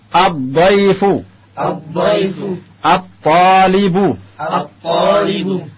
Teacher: lamnya masuk ke dalam huruf setelahnya, melebur sehingga lamnya tidak terlihat jelas lagi. · Term: al-huruf asy-syamsiyah